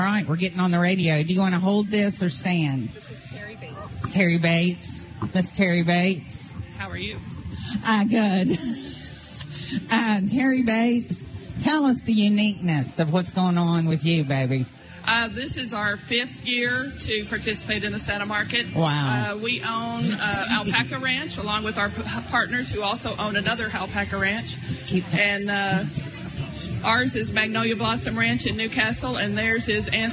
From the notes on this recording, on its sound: LIVE Remote at The Santa Market! We are very ready to start our holiday shopping at Santa’s Market, where we will be doing a live remote this Saturday.